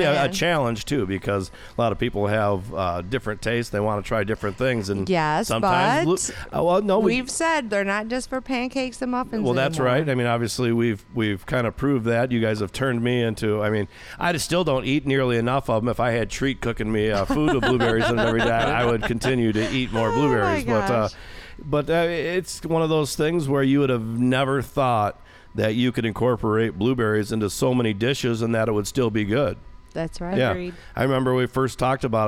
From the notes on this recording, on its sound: on location at Lake Arvesta on the island